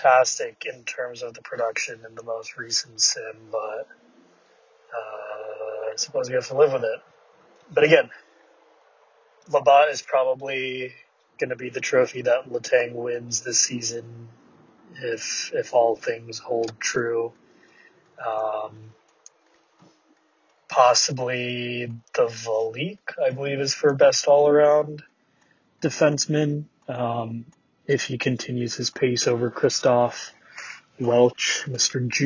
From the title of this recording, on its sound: VHL Awards Carcast